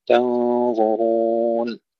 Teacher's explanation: تنظرون هنا نفخم الغنة لأن الضاء بعدها مفخمة، تنظرون نفخم الغنة للتاء، نرقق التاء ونفخم الغنة والضاء والراء